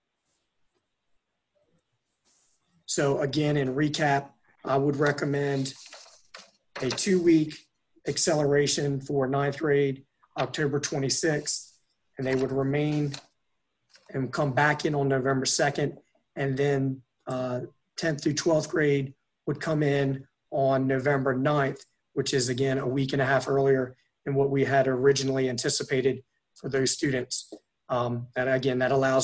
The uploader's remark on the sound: An audio recording of the Indian River Board of Education special meeting. This meeting was conducted online using the Zoom video conferencing platform.